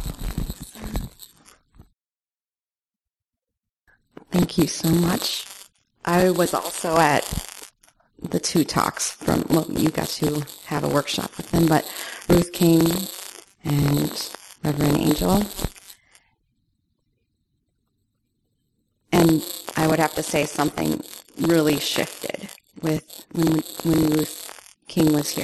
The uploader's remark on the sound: (Common Ground Meditation Center). The last 5 plus minutes of audio contain static which reduces the overall quality of the sound.